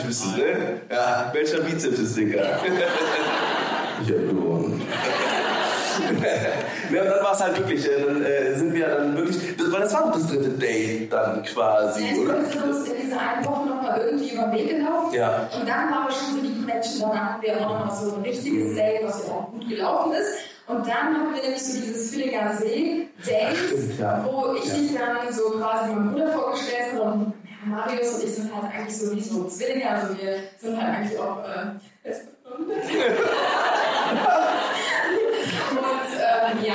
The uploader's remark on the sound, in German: Unsere 1. LIVE SHOW! Live Show vor 400 Zuschauern. Unser Auftritt beim Podcastfestival von 1Live, in nicht gaaanz so geiler Qualität.